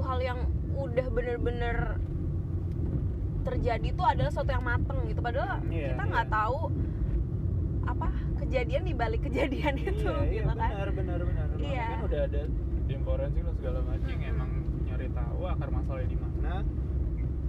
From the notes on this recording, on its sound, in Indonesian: maaf suaranya agak kecil, Røde taro di dashboard mobil